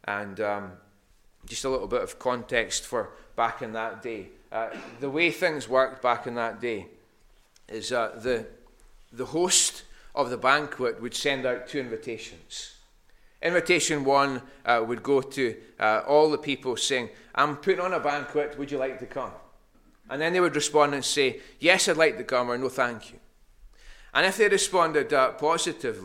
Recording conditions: large echoing room